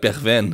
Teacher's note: I think the G, it turns into a sort of guttural sound.